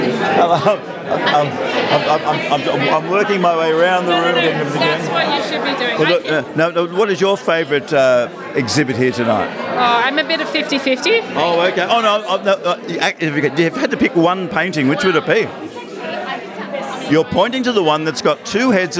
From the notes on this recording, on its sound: at their big arty opening at The Sheffer Gallery in Darlington